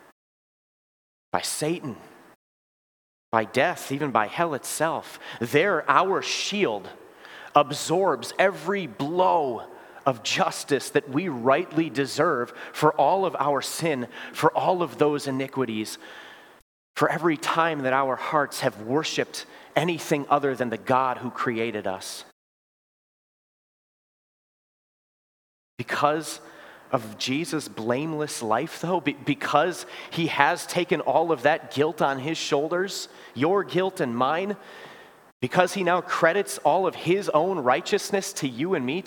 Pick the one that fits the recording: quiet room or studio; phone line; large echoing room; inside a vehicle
large echoing room